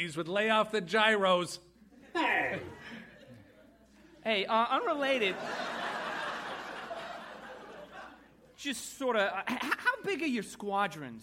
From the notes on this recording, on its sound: Recorded Live 1/10/2014 at Largo, Los Angeles.